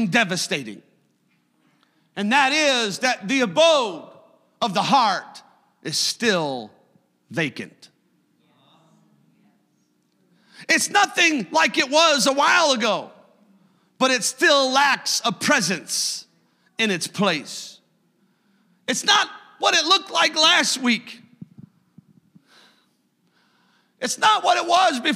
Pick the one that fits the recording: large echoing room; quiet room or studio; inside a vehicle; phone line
large echoing room